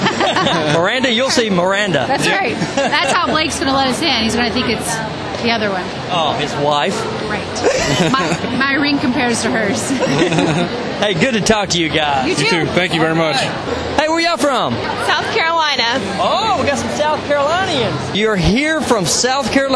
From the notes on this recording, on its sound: During the CMA Music Festival 2011, Concert Blast conducted various interviews at various events. CMA Music Fest 2011 Interviews and More Events – Nashville, TN.